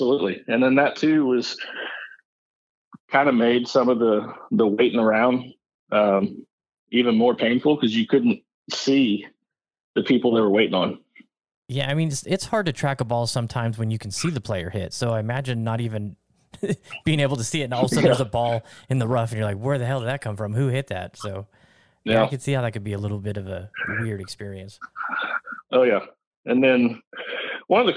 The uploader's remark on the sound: Live from The US Open. Hopped on a call. He was on site.